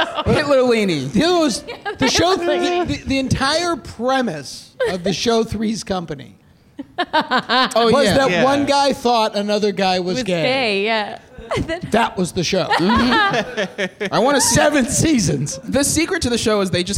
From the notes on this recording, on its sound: LIVE at UCB Sunset with an all-star panel of comedians & TV writing pros.